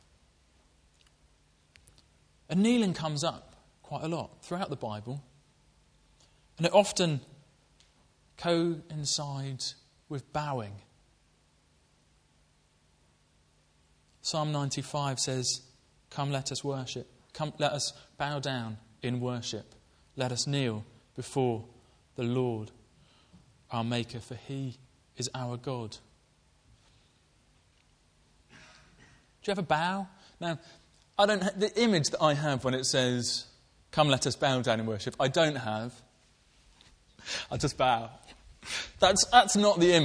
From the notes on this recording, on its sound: Preached at Colchester Road Baptist Church, Ipswich.